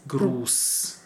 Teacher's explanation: We call it scharfes S also. Sharp S sound. Sharp S and unvoiced.